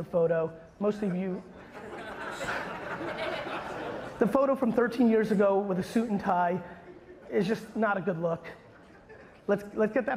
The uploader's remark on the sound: a recent keynote I gave in Naples, Florida at Hall of Aime